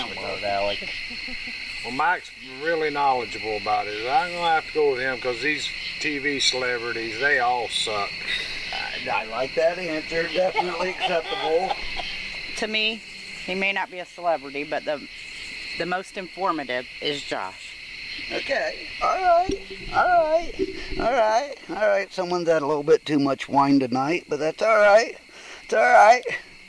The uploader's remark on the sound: Bigfoot Campfire Roundtable.